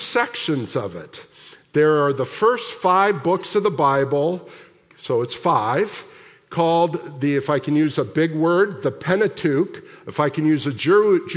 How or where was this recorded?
large echoing room